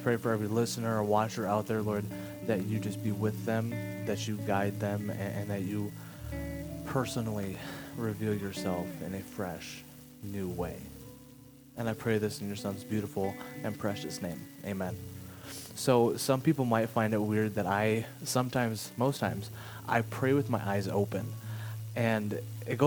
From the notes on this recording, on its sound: Something went wrong with the audio, has a quiet crackle sorry.